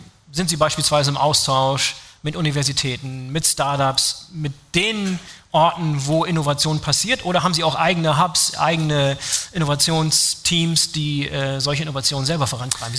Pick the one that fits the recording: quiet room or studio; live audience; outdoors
live audience